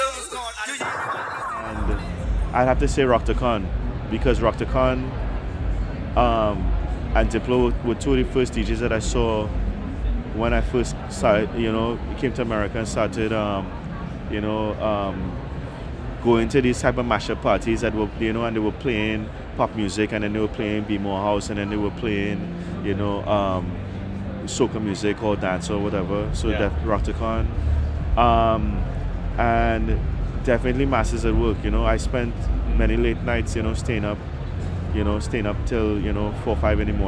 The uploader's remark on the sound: Rebel Radio LIVE at Collision Conference. At the Collision Conference in New Orleans this spring.